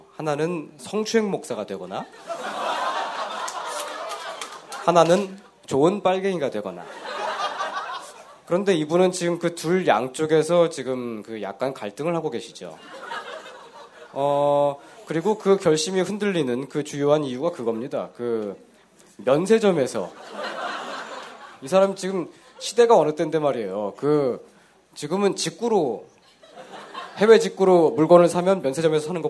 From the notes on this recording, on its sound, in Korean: 200회 특집 공개방송.